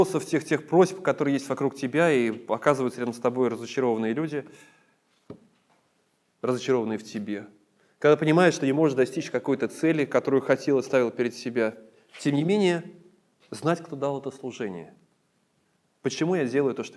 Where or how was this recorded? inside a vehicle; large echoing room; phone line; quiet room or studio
large echoing room